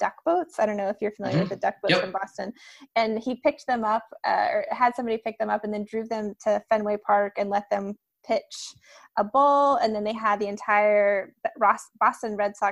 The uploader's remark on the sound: This episode was a Zoom video (not just audio!).